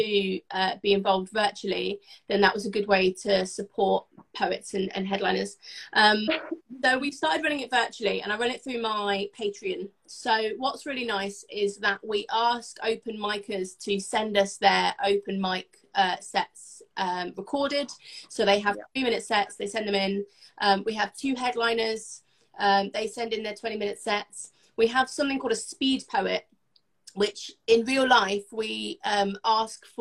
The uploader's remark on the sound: live Instagram interview